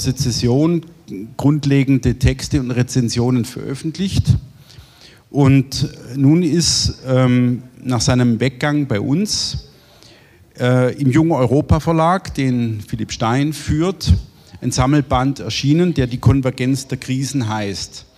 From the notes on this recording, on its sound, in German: Buchpräsentation. Auf dem IfS-Sommerfest 2023.